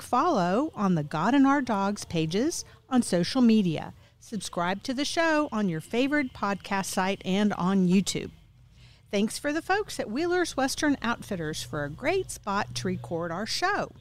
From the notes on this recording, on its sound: Recorded at Wheelers Western Outfitters